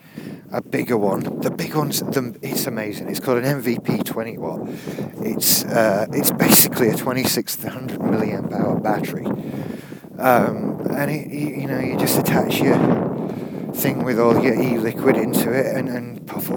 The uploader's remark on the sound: I was walking the dog and got bored.